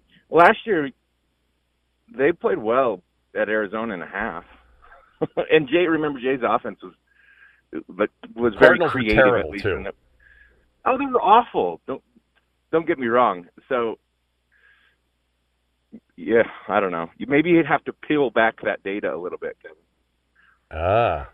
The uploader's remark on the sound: called in from the road as he's headed for Cleveland from Wyoming